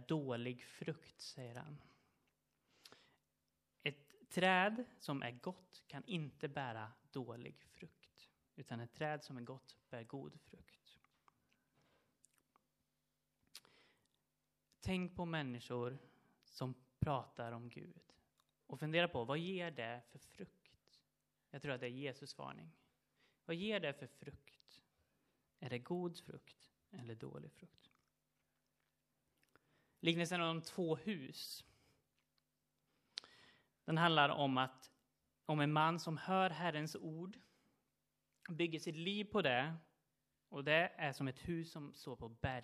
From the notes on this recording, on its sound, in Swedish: Inspelad under gudstjänst på Löfstadkyrkans sommarhemm Furuvik i Tranås 2023-07-30.